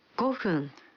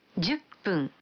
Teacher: cuando 10 viene antes de 分, se pronuncia pun en vez de fun · Shown in: second take